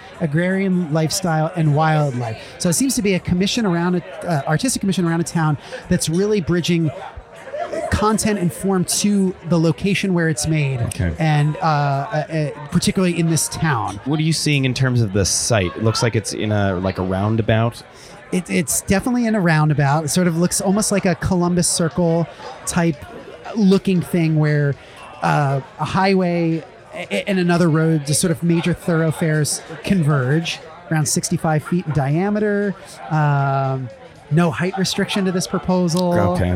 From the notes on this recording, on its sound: The basement bar of Beecher&#8217;s Handmade Cheese. Beecher’s Handmade Cheese.